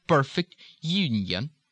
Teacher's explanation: that tight central ER